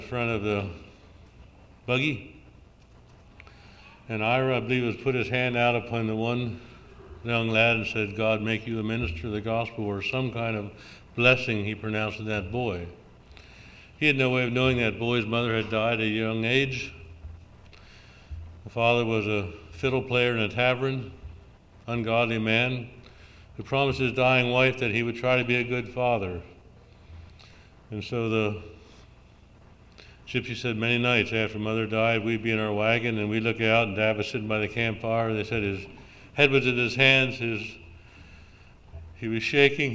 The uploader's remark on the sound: June Session of the Fifty-second Annual Southeastern Mennonite Conference